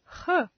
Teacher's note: This sound is similar to a H sound, but it is produced with audible friction.